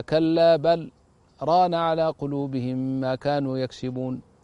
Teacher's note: وإذا تتكلم ولو تكلمت كلاما عاديا تقول هل رأيت فلانا، ولا يجوز أن تقول هل رأيت فلانا، فاللام الساكنة إن وقعت بعدها الراء أضغم فيها. لكنها هنا وردت رواية حفص بالإظهار لأنه لم تلتق اللام الساكنة بالراء، قد فصل بينها وبين الراء سكت لطيف، والسكت اللطيف ها هنا المقصود به سكوت لطيف يسير وقته لا تنفس فيه، فتقرأ هكذا كلا بل ران على قلوبهم ما كانوا يكسبون.